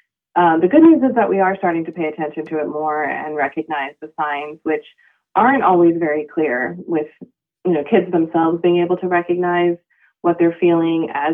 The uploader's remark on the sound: called in for a lively chat